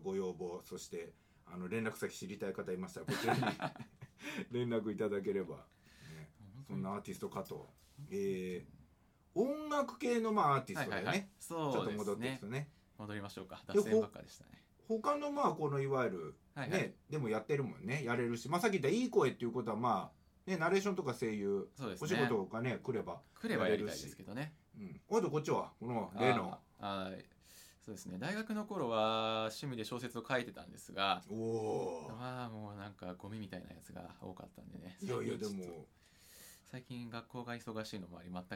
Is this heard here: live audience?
no